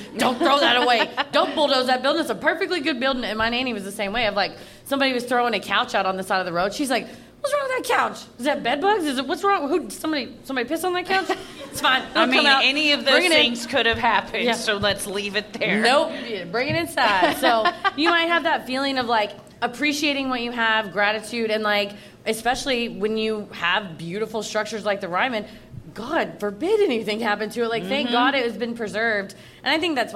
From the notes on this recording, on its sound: Recorded live at Zanies in Nashville, TN.